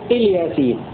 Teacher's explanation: قرأ ابن كثير وأبو عمرو الكوفيون بكسر الهمزة بدون مد